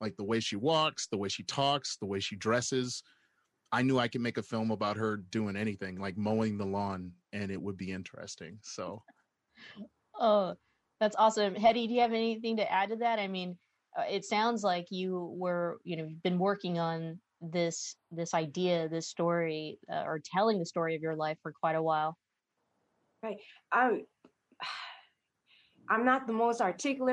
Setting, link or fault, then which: link, video call